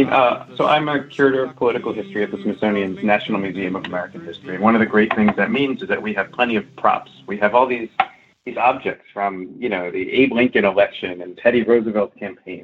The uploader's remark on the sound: via internet phone